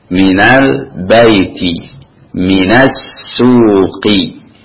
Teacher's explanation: Kalau min ini kalau mau disambung, maka sambungkan dengan suara fathah.